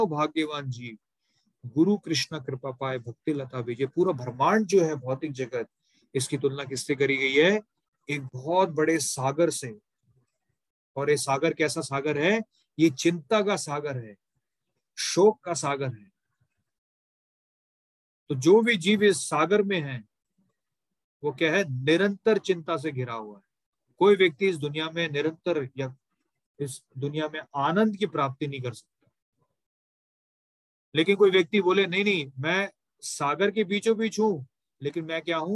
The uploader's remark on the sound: Zoom recorded class